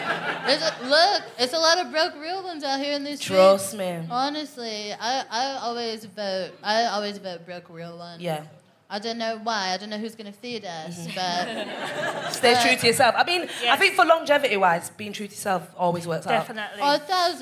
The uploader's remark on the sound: FOC IT UP Comedy Club. Recorded 4 October 2022 at 21Soho in London.